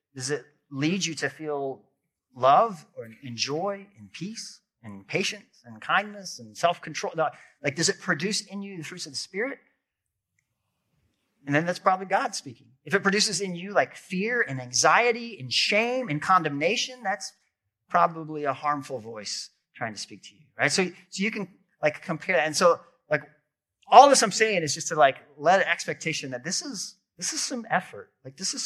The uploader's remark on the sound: This episode is audio from a sermon.